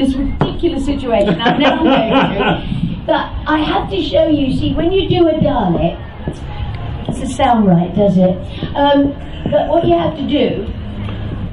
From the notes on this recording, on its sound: recorded at the Science of The Timelords Convention held at the National Space Centre in Leicester in 2016